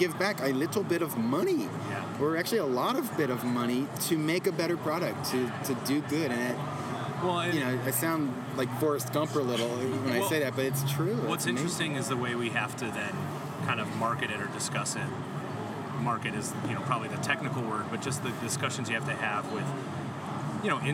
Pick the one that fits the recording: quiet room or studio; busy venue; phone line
busy venue